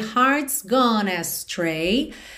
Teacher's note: Atenção que gone, você não pronuncia o E final, então já junta o N de gone em astray